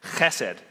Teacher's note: So the Hebrew word behind this word mercy is the Hebrew word chesed, which is, Hebrews love their gutturals, so that first letter is a big back of the throat, you have to really chesed.